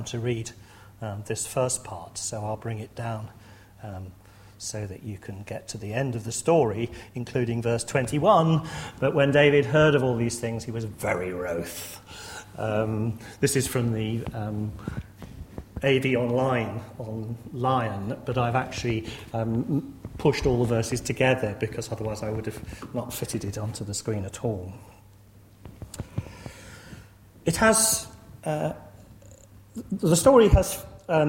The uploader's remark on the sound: lecture series held at Corpus Christi College